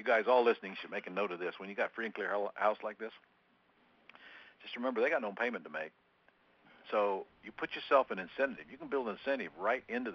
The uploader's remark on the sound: Q&A Call